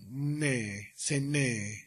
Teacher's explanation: the sa drops out, and you stretch it out, ne, say ne, to stay.